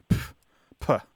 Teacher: So there's this sharp plosive sound that you make when you are reacting dismissively. So you go, like it's a sharp exhalation of air with a P sound at the beginning, like puh.